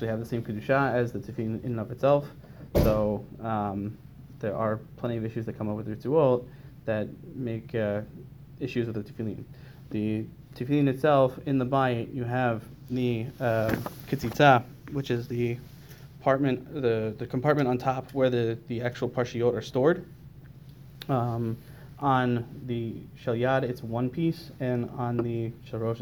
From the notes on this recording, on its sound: was delivered to the Sephardic Minyan at Lower Merion Synagogue in Lower Merion, PA.